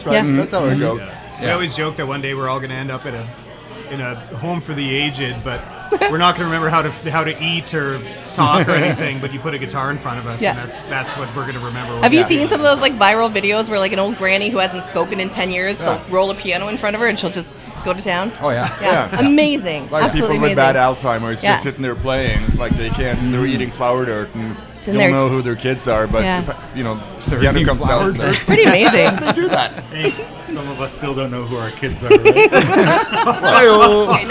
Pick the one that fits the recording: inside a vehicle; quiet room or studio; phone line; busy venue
busy venue